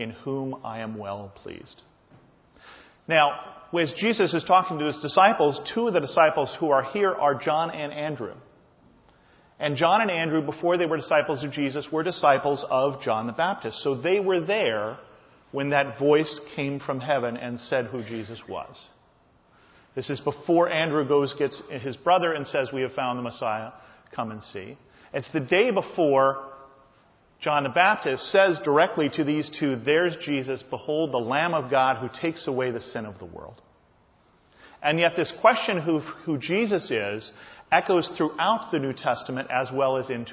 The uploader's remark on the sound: This is a sermon I just preached at my home church.